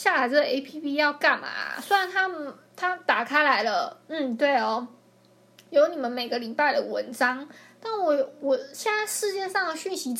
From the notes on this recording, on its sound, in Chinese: 抱歉我後來發現收音的時候收到電腦的聲音